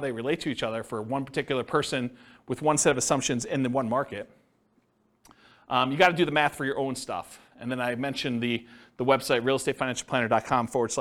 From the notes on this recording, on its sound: This was a live class recorded